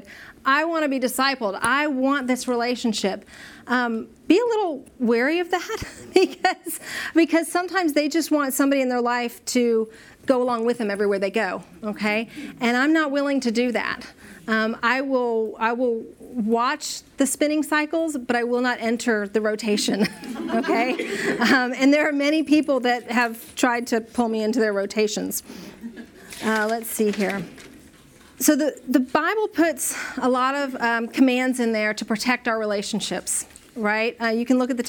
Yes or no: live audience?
yes